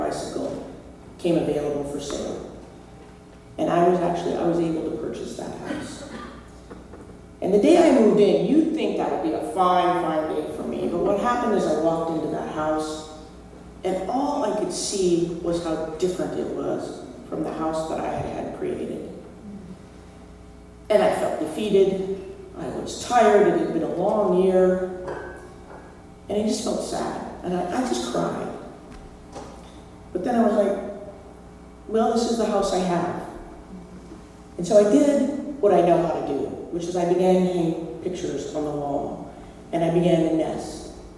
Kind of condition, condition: setting, live audience